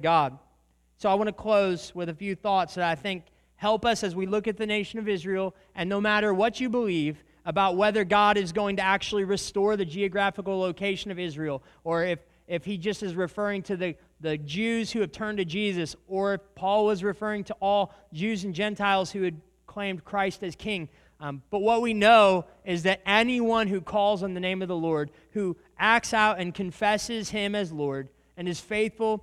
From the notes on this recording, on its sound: This is a recording of a sermon. At the Church of Christ at Treaty.